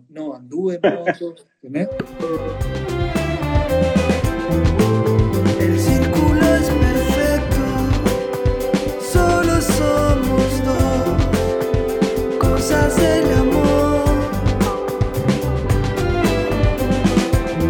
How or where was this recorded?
video call